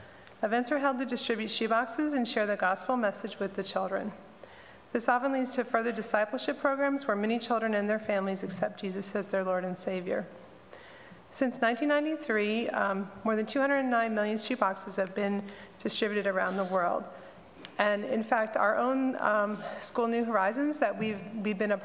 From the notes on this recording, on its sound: At Pender UMC's Traditional Worship